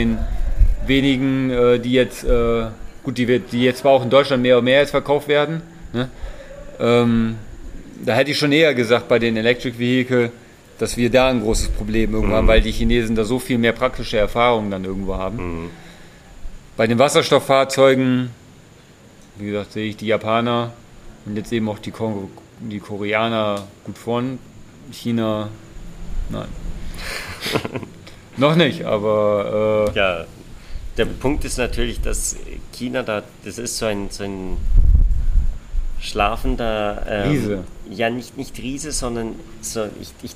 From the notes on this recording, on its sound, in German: Live aus China. Unser neues Format "Hydrogen Bar Live" stellt persönliche Zwiegespräche von Angesicht zu Angesicht in den Vordergrund - live und ungeschnitten. Im gemeinsamen Urlaub am südchinesischen Meer.